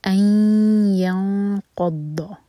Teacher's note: کے ساتھ دو سیکنڈس کا ٹائم، این ینقض، یوں اخفاء، اور ہیوی اخفاء ہوگا کیونکہ نون کے بعد قاف آ رہا ہے، تو قاف کے لیے زبان تیار کریں گے این ینقض